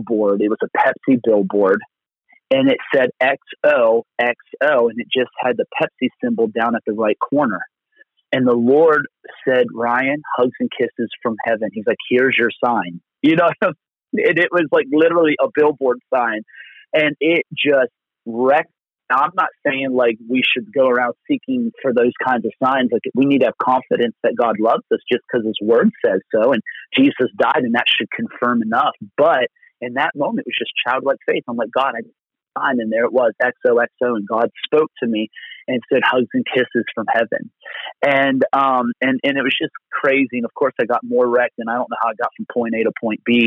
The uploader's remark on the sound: Location: Phone. Location: Phone.